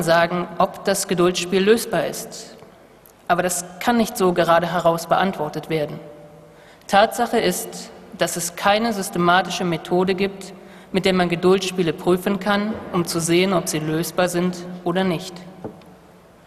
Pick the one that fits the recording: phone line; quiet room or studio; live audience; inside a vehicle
live audience